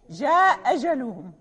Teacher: مثلا إذا قرأنا لقالون جاء أجلهم، هنا حققت الهمزة، ليس هذه قراءته، فهو يحذف الهمزة الأولى